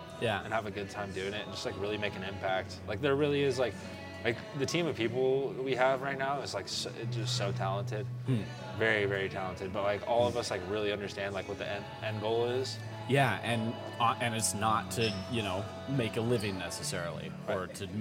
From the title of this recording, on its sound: Recorded on 2-25-2020 at The Public House